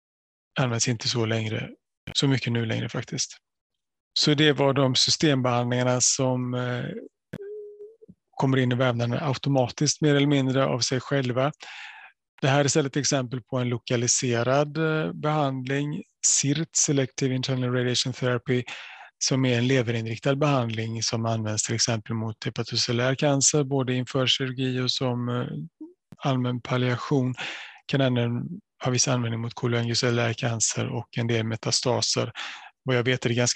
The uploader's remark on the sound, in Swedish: Ljudinspelningen från SOF:s webbinarium